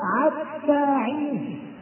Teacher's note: هناك من قبائل العرب من ينطق الحاء عينا، ينطق الحاء عينا، فإذا ما قرأ حتى حين يقرأها حتى عين.